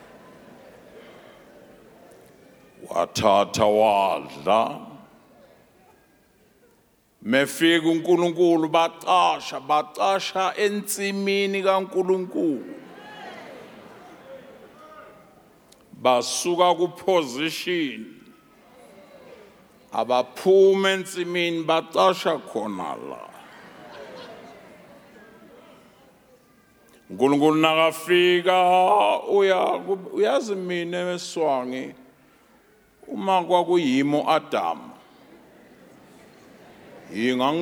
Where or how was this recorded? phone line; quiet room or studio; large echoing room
large echoing room